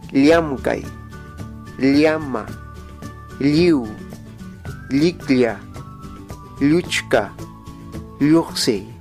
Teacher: Este sonido es muy diferente a la Y del castellano, pues se trata de un sonido casi equivalente a la secuencia li, pero pronunciada muy rápidamente